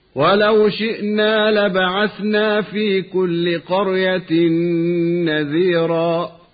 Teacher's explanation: تنوين أدغم في النون بعده